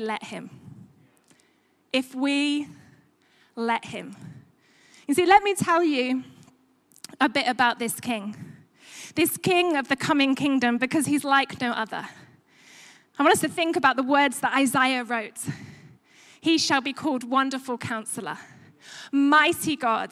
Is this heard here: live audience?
yes